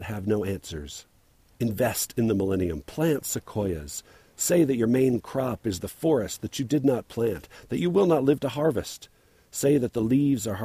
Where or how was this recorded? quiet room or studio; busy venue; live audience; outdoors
outdoors